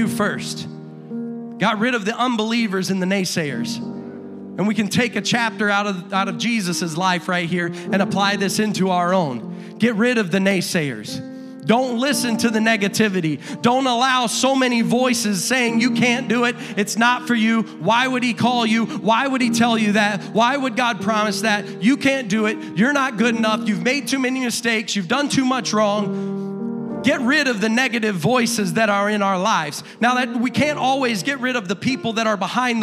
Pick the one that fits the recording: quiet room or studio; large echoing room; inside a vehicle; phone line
large echoing room